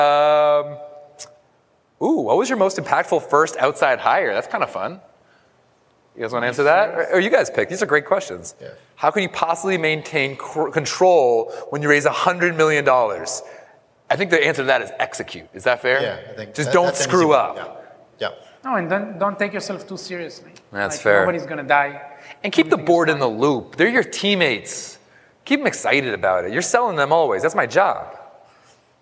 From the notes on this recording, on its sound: we take you to the SaaStock on Tour New York stage for what was one of the most entertaining and well-received panels on the day